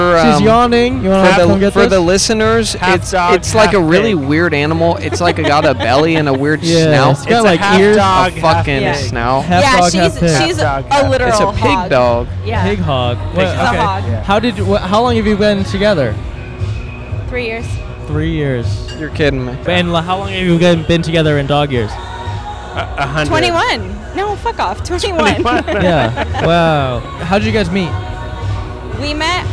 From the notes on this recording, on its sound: Recorded 5/19/2023 at the Smog Shoppe in Los Angeles.